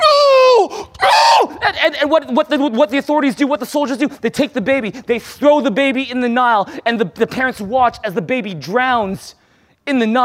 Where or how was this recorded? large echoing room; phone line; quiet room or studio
large echoing room